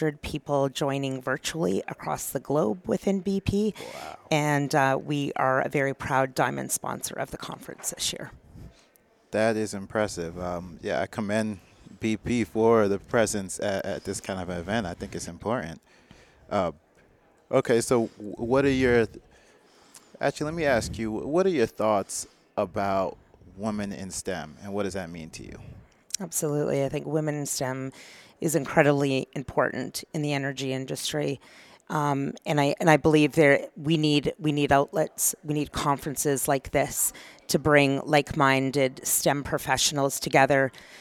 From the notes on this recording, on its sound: at Gulf Energy Information's Women's Global Leadership Conference in Energy